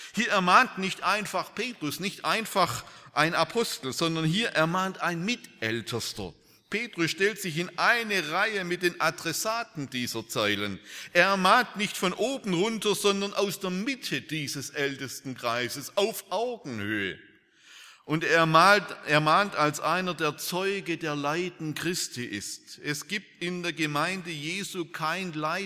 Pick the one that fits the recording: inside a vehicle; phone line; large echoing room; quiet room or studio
large echoing room